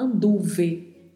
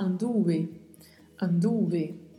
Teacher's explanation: Aqui a gente tem uma letra V que terá um leve som de B. · Shown in: second take · Praticamente no espanhol, a letra V e a letra B terão a mesma pronúncia.